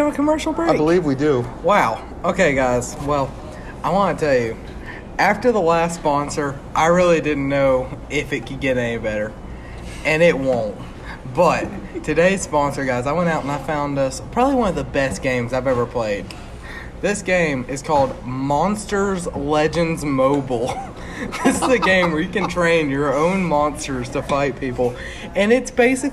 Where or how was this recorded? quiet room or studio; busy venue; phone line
busy venue